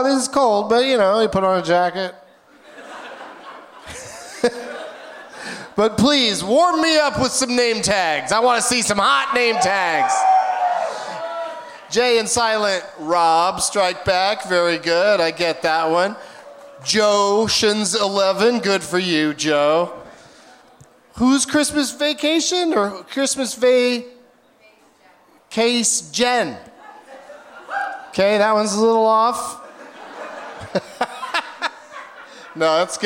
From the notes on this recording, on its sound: Live from the Gramercy Theatre in New York City